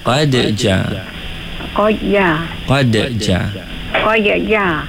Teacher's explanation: Kalau kita baca qiraat, memang ada baca idgham kat situ. Tapi kita baca qiraat Haf an Asim, dia tidak ada idgham kat situ.